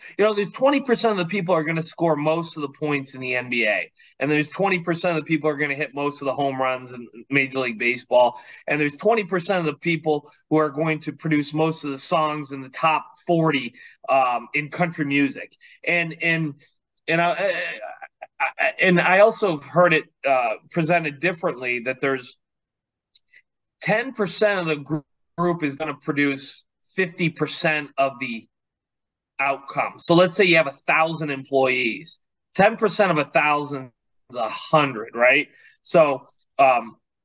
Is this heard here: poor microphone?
no